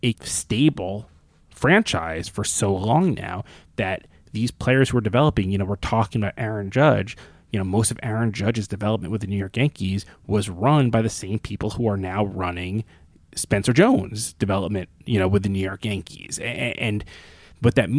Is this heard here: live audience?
no